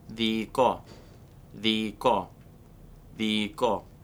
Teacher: It displays the peculiarity that these vowels can actually be identical. And you can also have three syllables as a sequence of three syllabic monophthongal vowels